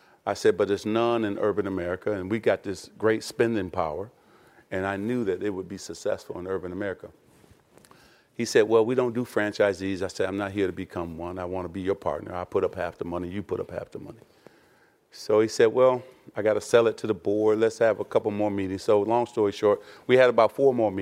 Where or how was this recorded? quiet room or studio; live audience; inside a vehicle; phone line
live audience